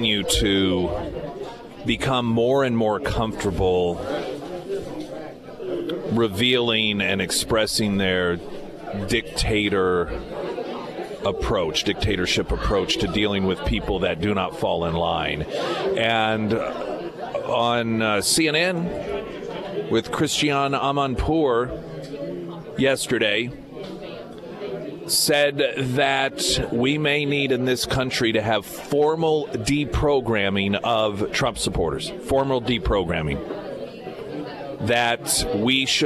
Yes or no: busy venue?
yes